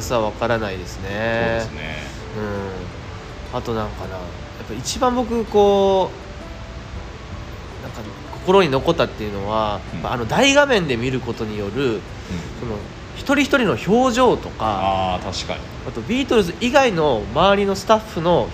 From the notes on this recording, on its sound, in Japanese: 野外でこのPodcastを収録しました。映画館で『Get Back』を見た直後で野外収録！